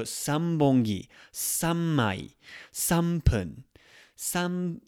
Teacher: When the neon comes right by the B, P, or an M sound, it's going to sound more like an M. · Term: more of an M sound